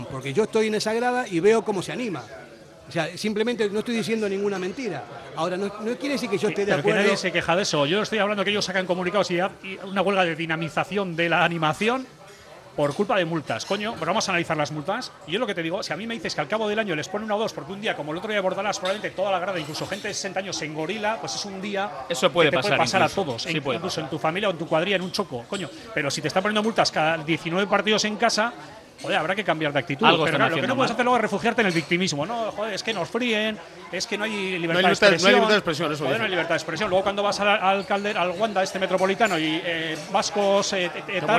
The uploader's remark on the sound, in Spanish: Hoy montamos una mesa redonda de periodistas (muy movida) en el Ein Prosit